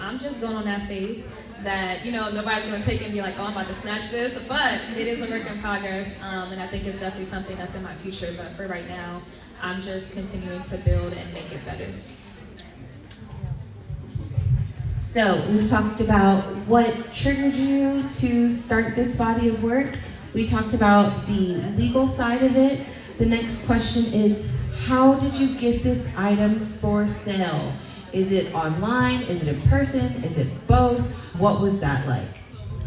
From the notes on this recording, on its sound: LIVE from the Houston Hotties Social Hour Panel